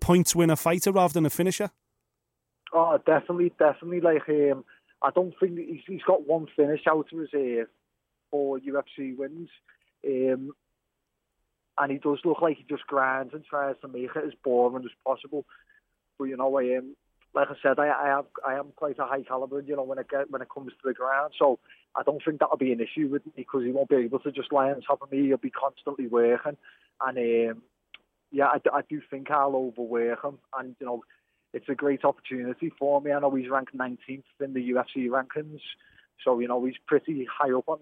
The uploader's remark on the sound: Go live to New York City. Joins us on the phone from Sweden.